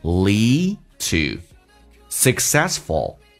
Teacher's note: lead 的 D 不用发音，只要略音，后面是以辅音开头